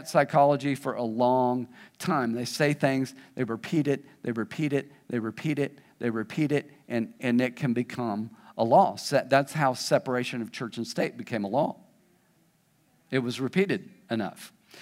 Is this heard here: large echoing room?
yes